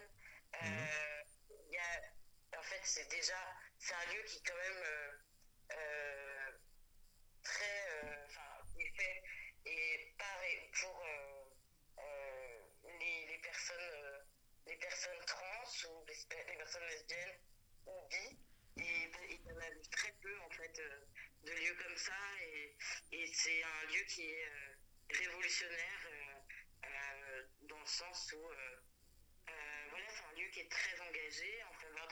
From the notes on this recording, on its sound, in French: Dans une interview téléphonique avec Pod'Arcès.